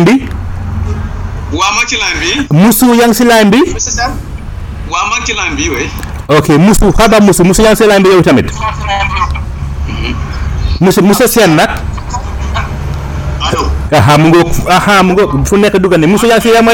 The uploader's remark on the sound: Listen again to our live interview with the Senegalese personality. Radio station : Seereer Radio. Location of interviewee : Fatick, Senegal. Medium : Audio recording. Our sincere apologies for the background noise.